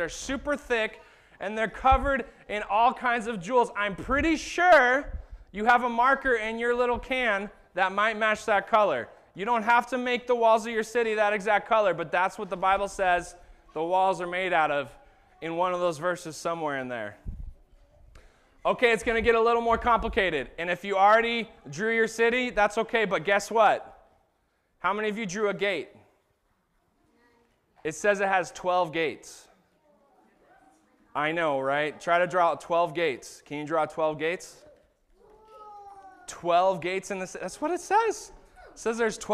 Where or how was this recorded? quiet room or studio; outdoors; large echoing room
large echoing room